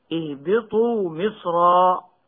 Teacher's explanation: أما كلمة مصرا المنونة بالفتح بسورة البقرة فلا خلاف في تفخيمها وصلا ووقفا هكذا: اهبطوا مصرا فإن لكم ما سألتم. ويبدل التنوين ألفا عند الوقف هكذا: اهبطوا مصرا.